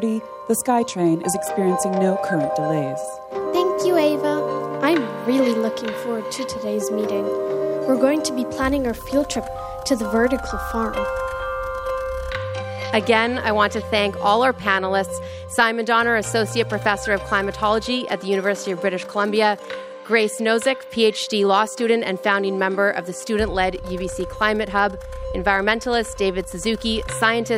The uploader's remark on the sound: Taped in front of a live audience at CBC Vancouver.